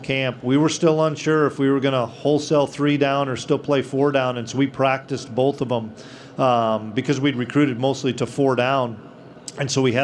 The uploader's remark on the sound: press conference from Big 12 Media Days